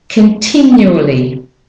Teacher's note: an intrusive Y to get from the N to the U.